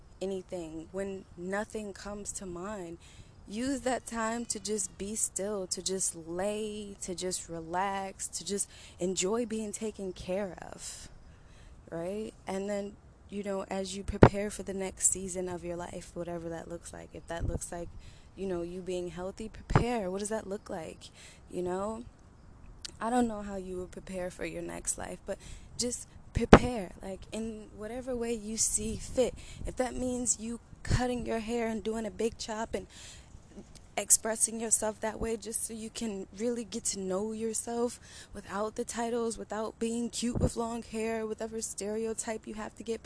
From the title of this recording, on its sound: Morning walk and talk